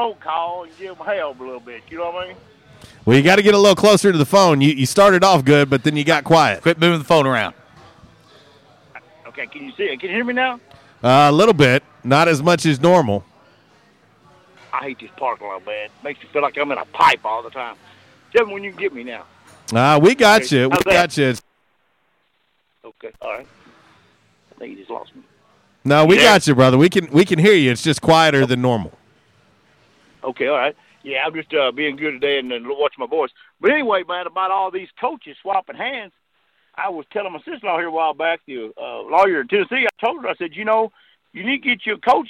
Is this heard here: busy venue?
yes